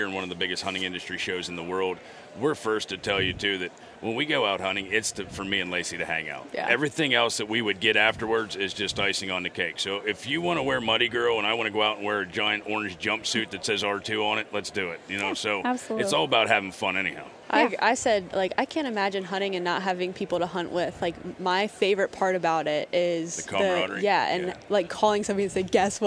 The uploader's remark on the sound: Live from the Great American Outdoor Show